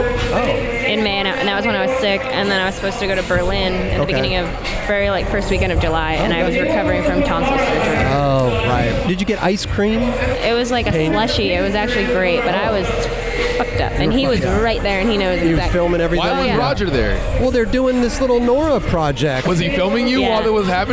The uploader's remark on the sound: We were on location at the Adidas Skate Copa Court in Los Angeles.